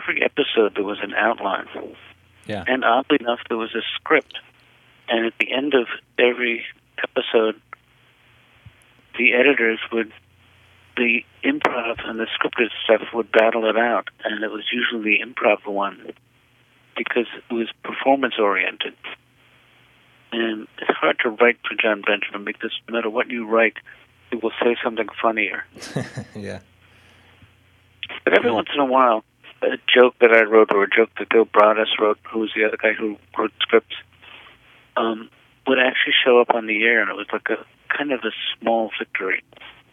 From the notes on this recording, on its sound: Over the phone. This audio was edited very lightly from its original recording.